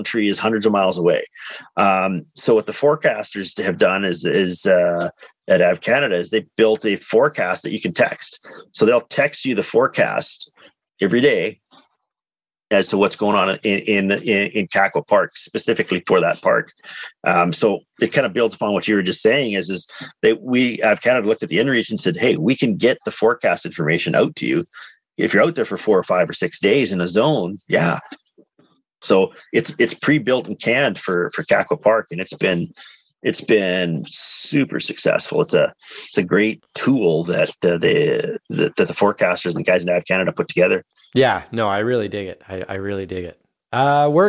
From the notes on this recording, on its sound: On a Zoom call.